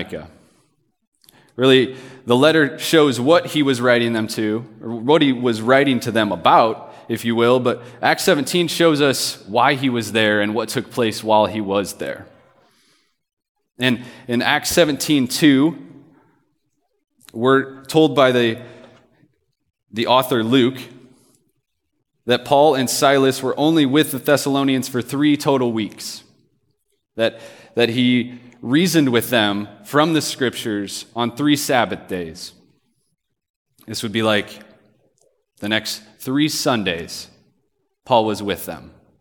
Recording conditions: live audience